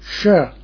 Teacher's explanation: Then there is the palatal S, where the tongue touches the palate, and then you get the SH sound